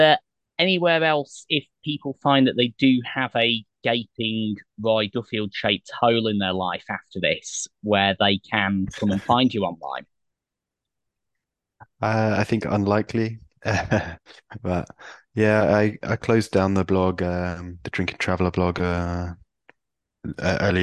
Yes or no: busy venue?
no